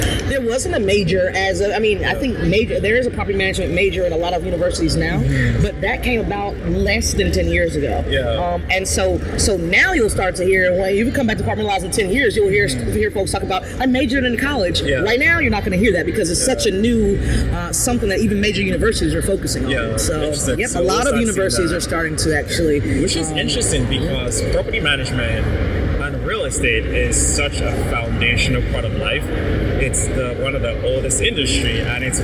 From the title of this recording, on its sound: LIVE AT NAA